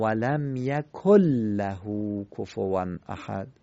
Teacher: خب این نون یکن در لام لهو ادغام میشه، یعنی نون تبدیل به لام میشه، لذا ما نون رو نمیخونیم، به جاش لام رو تشدید میدیم. به جای لم یکن لهو میگیم ولم یکل لهو کفوان احد.